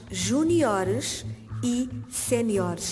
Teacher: A tónica, portanto, são palavras que graficamente no plural não têm qualquer acento, mas na pronúncia são articuladas como graves, juniores e séniores. É esta a pronúncia correta do plural dessas palavras.